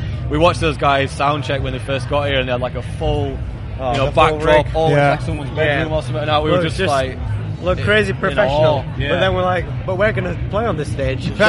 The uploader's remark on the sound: We’re kicking off with the first of 4 episodes featuring conversations recorded at Slam Dunk festival 2022! This was the busiest day of recording we’ve ever had but was great to speak to so many people.